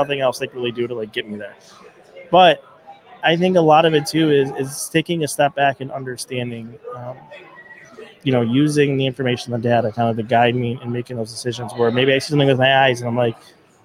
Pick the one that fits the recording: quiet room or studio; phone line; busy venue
busy venue